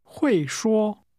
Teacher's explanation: The tone in can speak first falls, then returns to a high level.